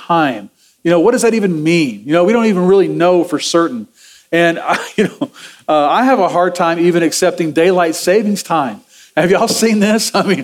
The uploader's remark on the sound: Sermon audio from Sunday, November 12, 2023.